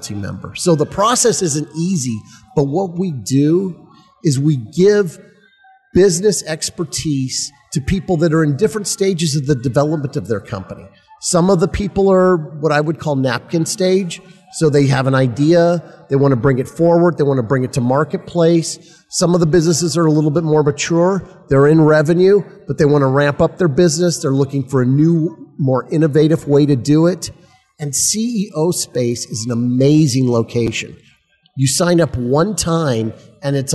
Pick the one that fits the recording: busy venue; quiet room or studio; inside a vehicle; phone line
busy venue